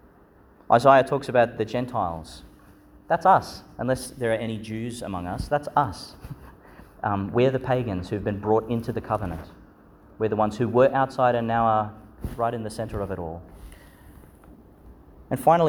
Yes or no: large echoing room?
yes